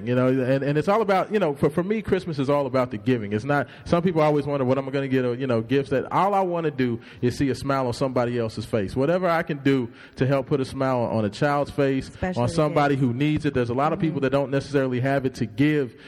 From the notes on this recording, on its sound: Live at Montogomery Chevrolet hosting our 2nd Annual Toy Drive.